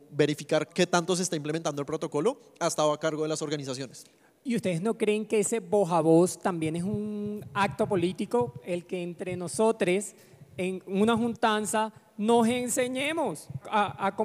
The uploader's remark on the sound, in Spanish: En el marco de Ritmos de la Intuición, la exposición de 070, nos aliamos con FESCOL para conversar en Todo es Político en vivo.